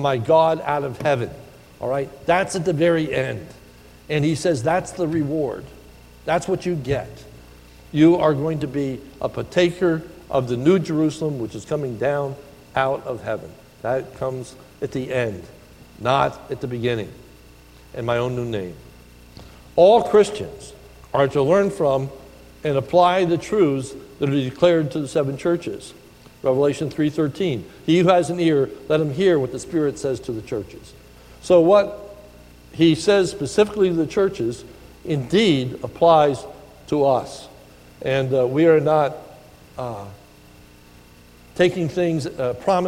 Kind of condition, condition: setting, large echoing room